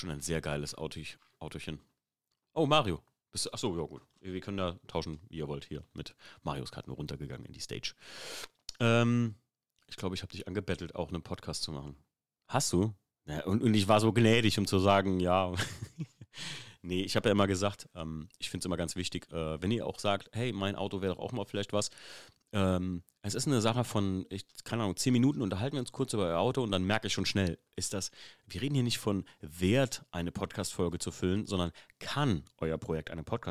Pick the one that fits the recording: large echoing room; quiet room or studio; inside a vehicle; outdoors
quiet room or studio